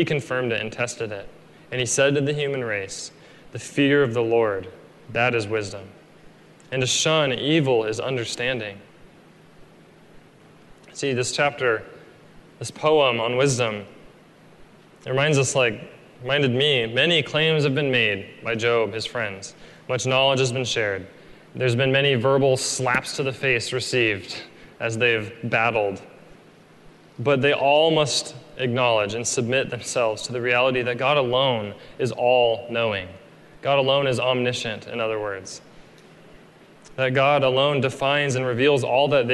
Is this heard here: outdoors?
no